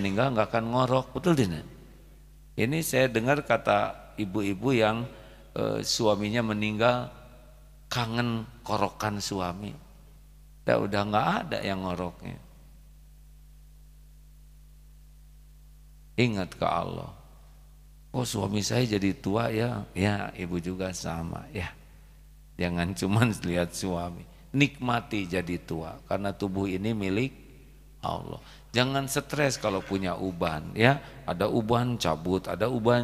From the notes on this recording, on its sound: live dari Masjid Daarut Tauhid Bandung